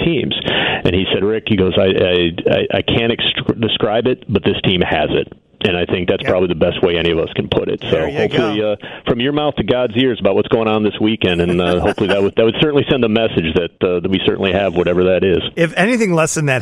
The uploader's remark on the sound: Sox fans call